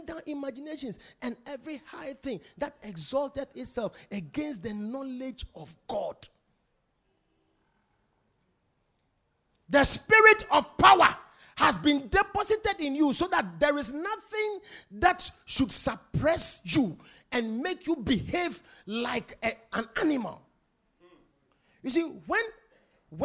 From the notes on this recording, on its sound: Preached at The More Than You Can Carry Convention Day 3.